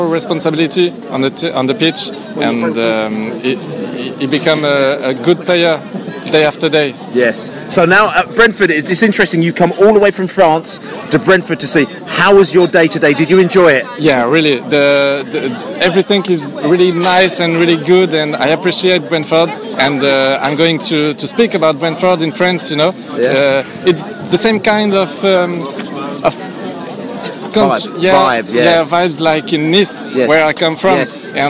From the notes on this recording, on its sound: Reading pre-match podcast from the pub. A very lively Cross Keys pub in Stamford Brook, Hammersmith.